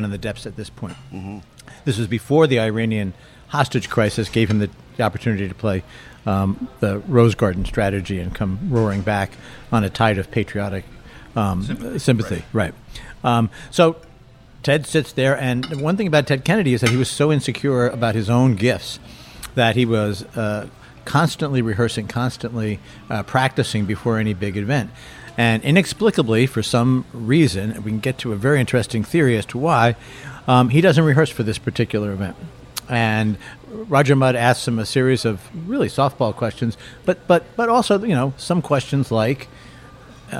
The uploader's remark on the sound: We're at Ris in Washington's West End.